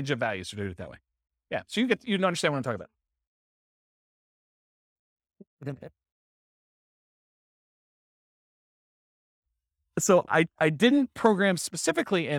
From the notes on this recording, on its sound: This was a live class recorded